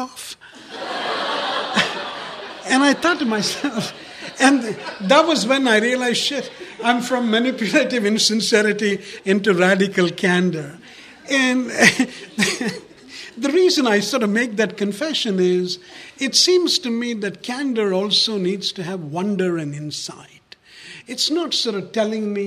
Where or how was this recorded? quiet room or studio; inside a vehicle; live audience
live audience